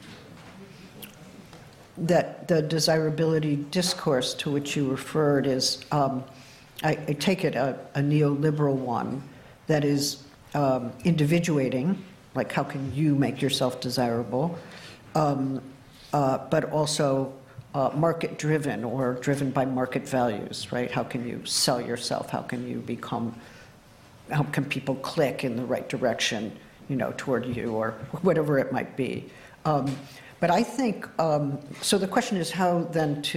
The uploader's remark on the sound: open up for discussion with the audience